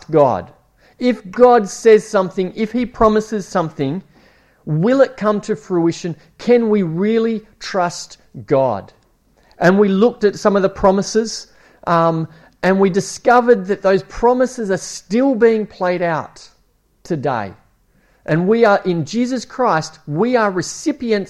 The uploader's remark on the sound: It was preached at Esperance Church of Christ